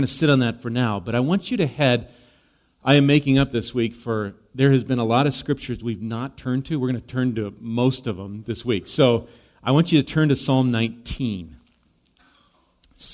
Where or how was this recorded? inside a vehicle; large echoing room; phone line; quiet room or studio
large echoing room